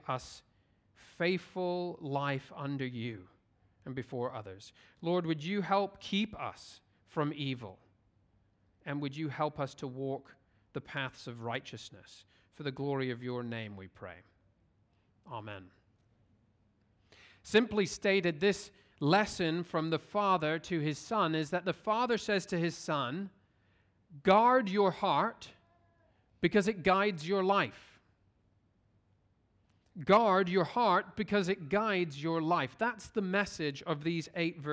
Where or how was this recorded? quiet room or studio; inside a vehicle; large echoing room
large echoing room